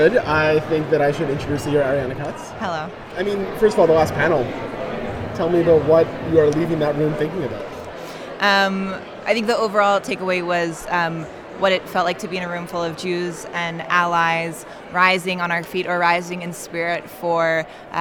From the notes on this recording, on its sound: We went to Chicago last month for the Jewish Voice for Peace National Members Meeting! We brought a recorder with us and put together an audio collage of our experience. Our trip to the Haymarket Martyrs' Monument.